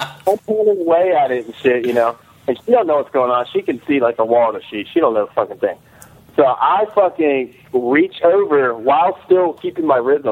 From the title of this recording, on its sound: 1 Year Anniversary Call in Show!